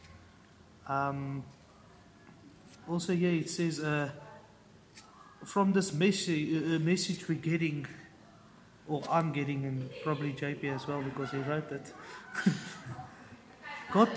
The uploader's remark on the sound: We apologize for the background noise, we are doing our best to improve in the future episodes .